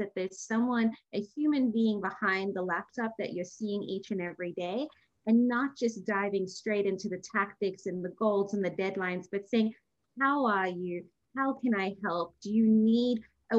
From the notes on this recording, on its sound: a virtual gathering with expert panelists